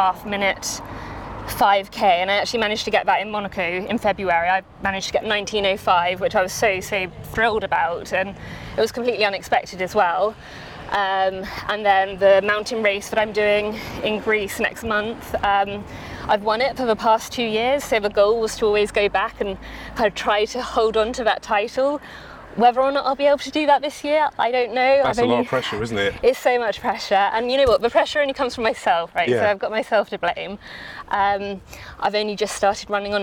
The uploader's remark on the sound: Walking along the coastal path at Herne Bay in Kent. Recorded in Herne Bay, Kent August 2023.